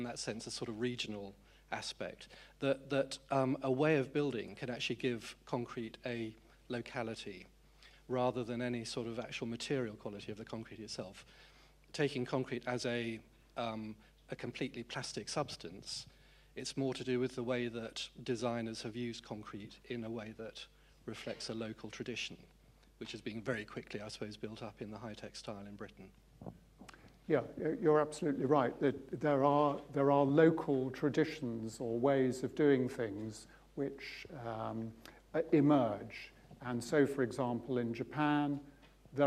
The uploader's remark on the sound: UCL Lunch Hour Lecture